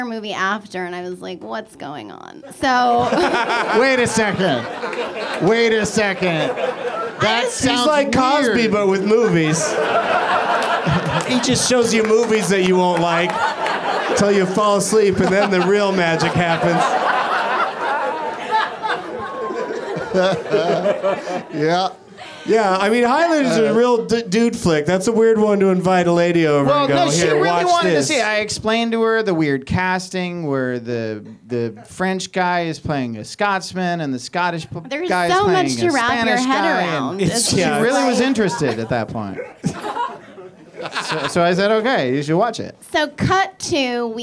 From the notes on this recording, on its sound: Live from the UCB Franklin in LA